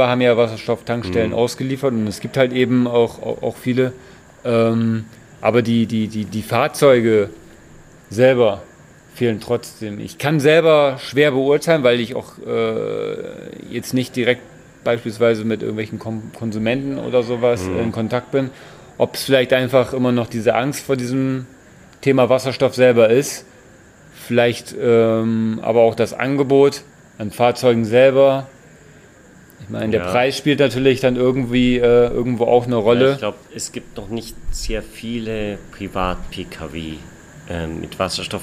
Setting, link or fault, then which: setting, outdoors